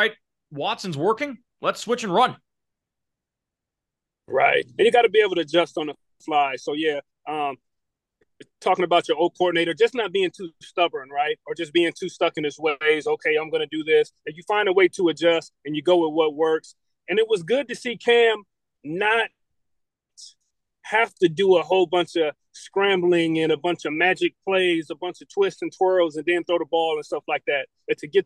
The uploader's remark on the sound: recording from a car as he picks up his kids